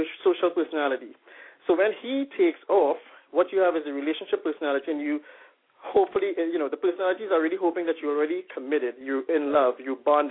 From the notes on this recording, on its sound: calling in LIVE from Afghanistan